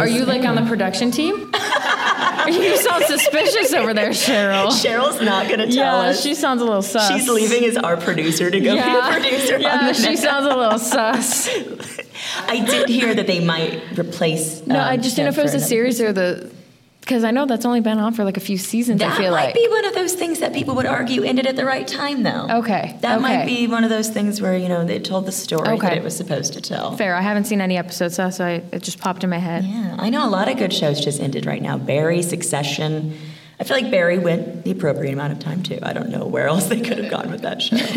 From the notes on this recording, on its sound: Live at Phoenix Fan Fusion.